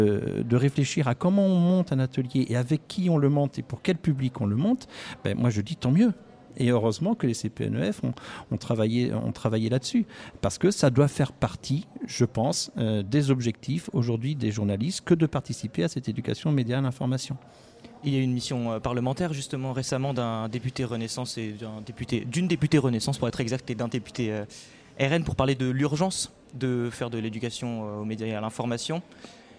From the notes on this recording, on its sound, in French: Emission plateau en direct des Assises 2023